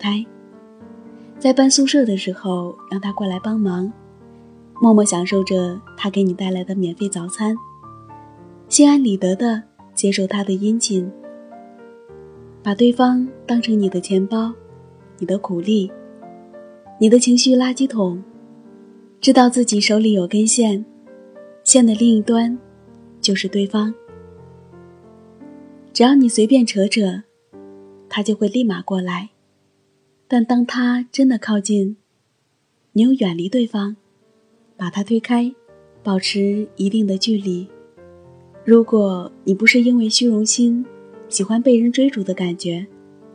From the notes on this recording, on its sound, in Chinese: 手机录音